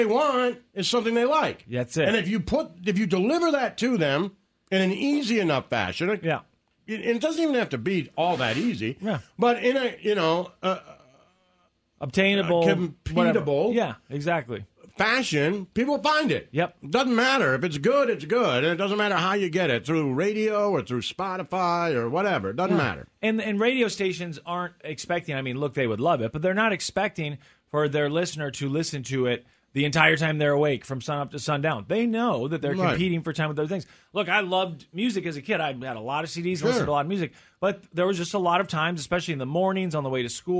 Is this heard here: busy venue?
no